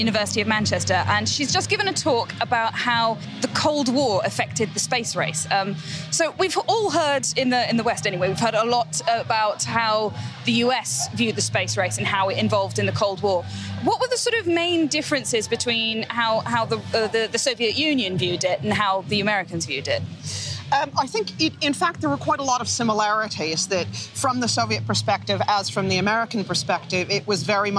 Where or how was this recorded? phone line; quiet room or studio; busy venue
busy venue